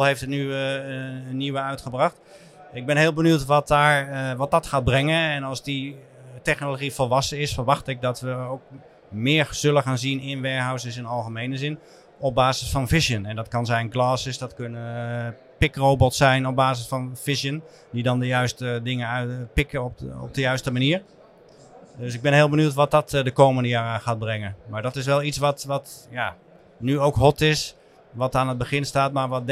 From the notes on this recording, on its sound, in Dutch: De aflevering is live opgenomen tijdens ICT&Logistiek in de Jaarbeurs in Utrecht